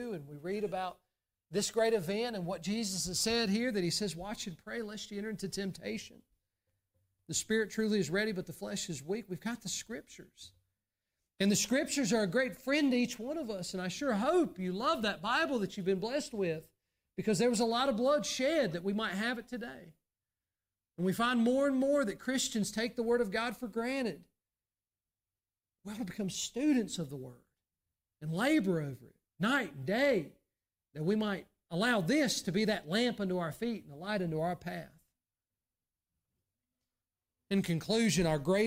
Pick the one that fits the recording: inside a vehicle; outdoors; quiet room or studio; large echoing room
large echoing room